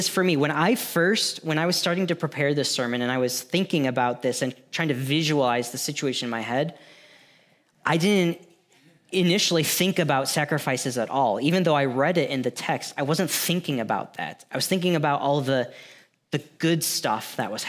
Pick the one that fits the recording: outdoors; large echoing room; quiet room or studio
large echoing room